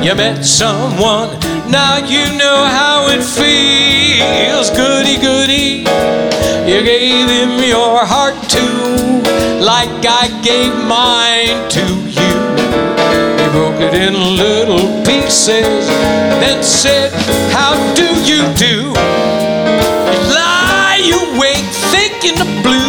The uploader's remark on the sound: Live at the SouthPoint Casino